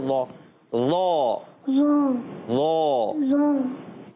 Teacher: زبان سامنے اوپر لگا کے لا موٹا بھی کرنا ہے